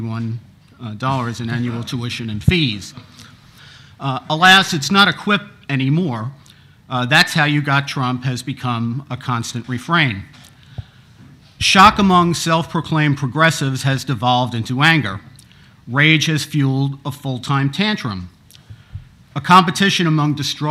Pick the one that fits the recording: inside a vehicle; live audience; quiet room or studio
live audience